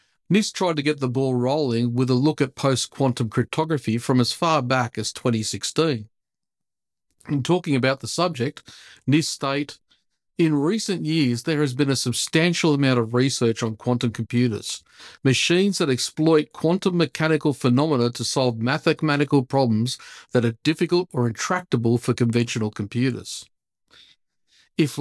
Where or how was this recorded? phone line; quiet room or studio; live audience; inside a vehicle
quiet room or studio